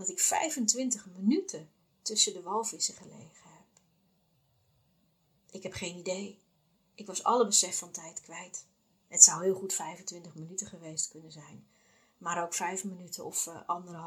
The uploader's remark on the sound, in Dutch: Bij het terugluisteren besloot ik dat het geluid nog niet is zoals ik wens, dus ga ik op zoek naar een microfoon.